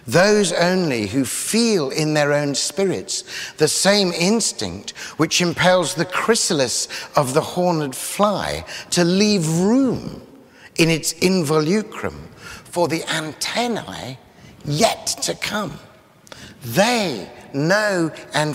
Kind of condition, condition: setting, large echoing room